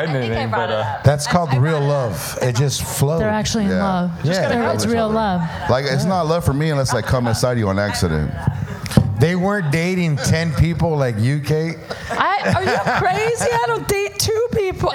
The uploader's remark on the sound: LIVE at Saint Rocke